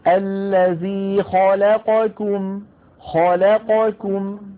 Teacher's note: الخاء مفخمة، لا اللام مرققة، قا القاف مفخمة، كم الكاف مرققة · Term: نفخم المفخم ونرقق المرقق